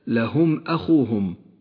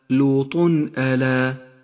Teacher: والثاني إظهار التنوين في قوله تعالى لوط ألا وفي كلا الموضعين تظهر الميم الساكنة أو التنوين من غير غنة أو تشديد